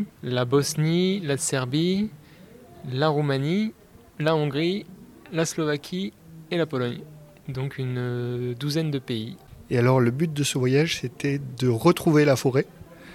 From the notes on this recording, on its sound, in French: Pause vélo enregistre pendant une étape de la Marche Bleue où des marcheurs vont réclamer aux gouvernants de respecter leurs engagement pour la COP21.